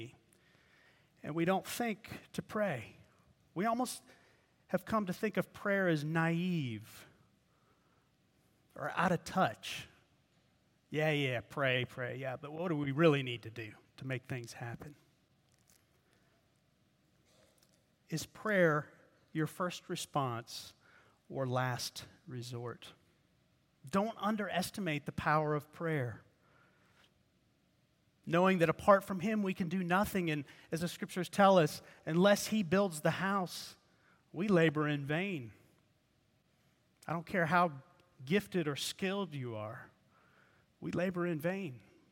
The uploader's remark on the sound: preached at Redeemer Presbyterian Church in Charleston, SC.